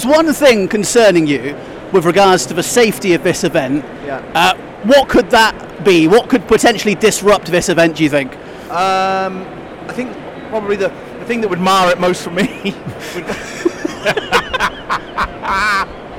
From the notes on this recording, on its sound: In this live (or as live as we could make it) podcast from the show floor of Manufacturing and Engineering Week.